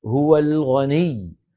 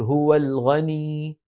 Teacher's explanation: ولا يصح أن نقول هو الغني هكذا ممطوطة أو ممدودة مدا طبيعيا، لابد من الضغط · Shown in: first take · Term: النبر